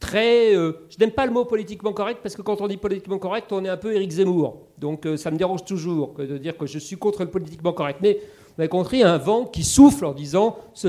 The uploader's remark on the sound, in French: lors d'une conférence inédite